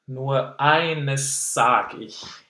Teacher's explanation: an S followed by a Z phonetically